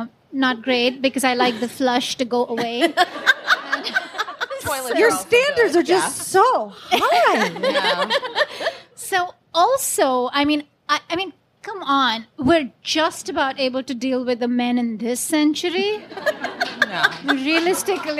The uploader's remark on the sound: Live from The Strand: Romance Game Night! We have audio, courtesy of the fine folks at The Strand!